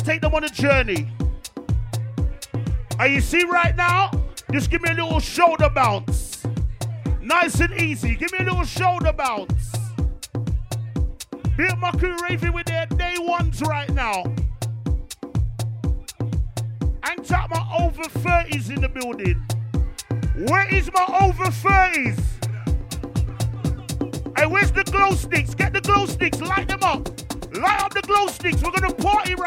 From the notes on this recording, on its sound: Live recording taken from Always Motivated all black boat party 6th November 2022.